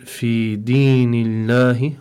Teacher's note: Over here, before the lamb for lafdhul jalala, before lafdhul jalala, we have a kasr. So the lamb for lafdhul jalala over here, we apply tarqiq.